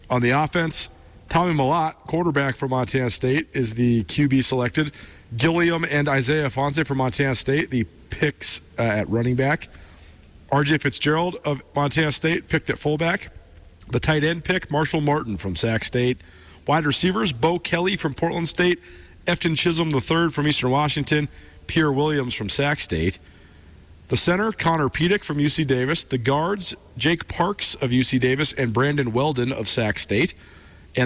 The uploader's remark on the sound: More Big Sky Conference football talk LIVE from the Big Sky Kickoff in Spokane.